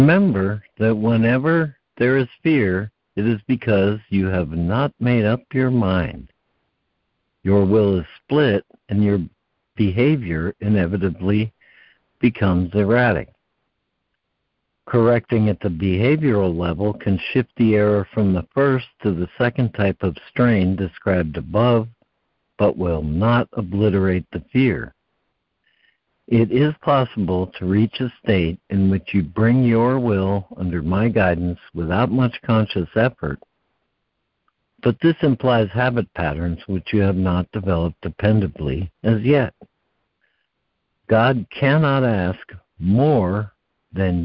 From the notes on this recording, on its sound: ACIM Daily Conference Call